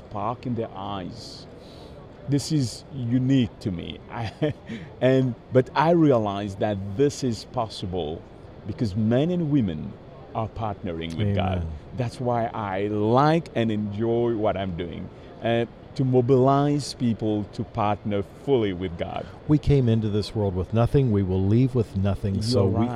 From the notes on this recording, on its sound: This episode was recorded on location at ASI International Convention in Kansas City, Mo.